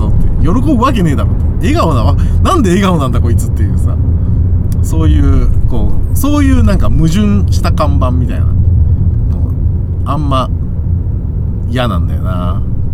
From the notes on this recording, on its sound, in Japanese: ただ運転して、ただ話してるから。車の走行音と運転手の声を遠くに聞きながら、ぼんやりとまどろんでいただくことを目的にした音声です。